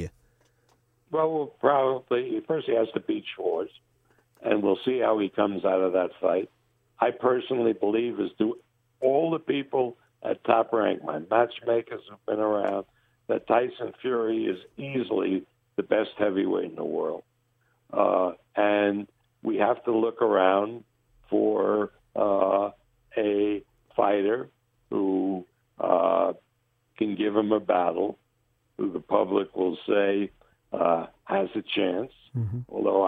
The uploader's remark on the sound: We start the week off with a telephone call